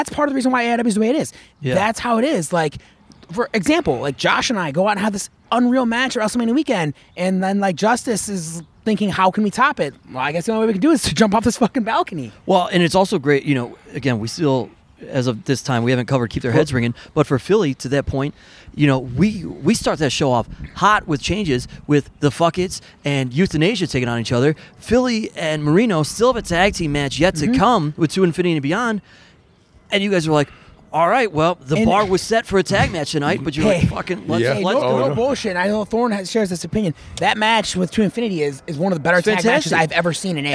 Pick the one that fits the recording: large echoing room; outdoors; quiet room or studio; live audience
outdoors